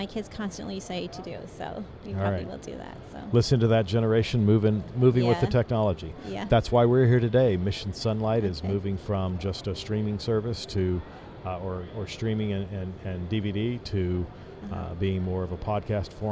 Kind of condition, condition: setting, busy venue